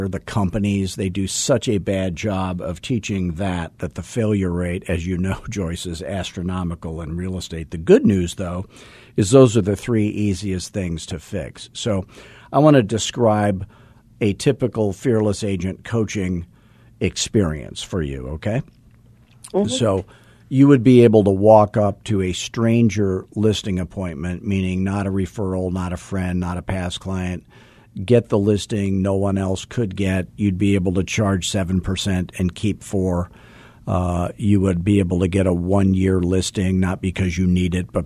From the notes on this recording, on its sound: does an actual live first time coaching call on the air